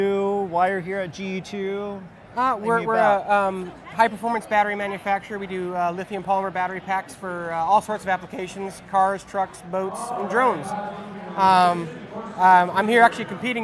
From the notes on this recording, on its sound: The Drones Garage team had the awesome opportunity to go to GE2.live and do coverage for the drone racing event. More coverage and interviews with Pilots and Vendors that were at the event. GE2.live was held at the WAMU theater in Seattle, WA.